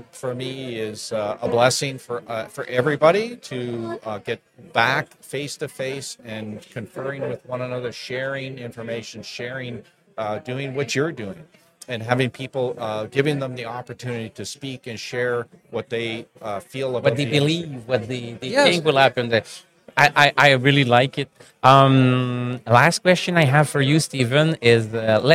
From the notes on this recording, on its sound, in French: En direct du Hardtech à Toronto